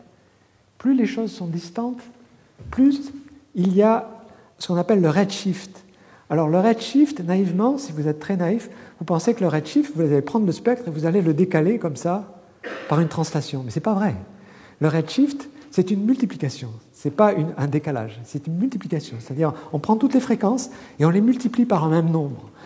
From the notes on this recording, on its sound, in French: Colloque de rentrée 2011 du Collège de France